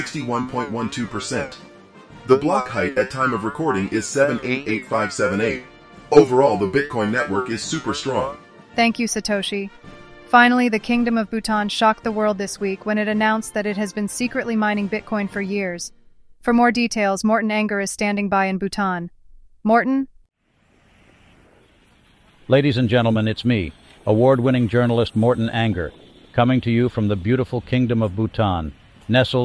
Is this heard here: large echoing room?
no